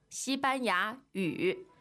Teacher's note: 西班牙 is first, first, second tone